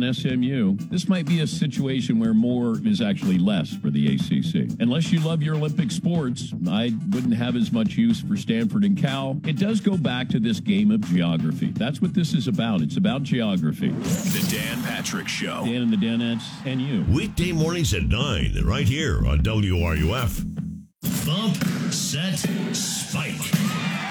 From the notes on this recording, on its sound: live from the Gainesville Hilton